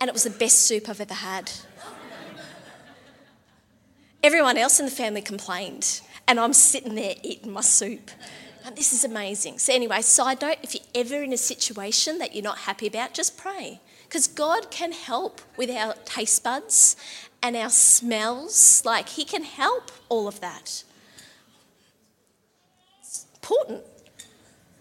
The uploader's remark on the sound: LIVE at Echo Church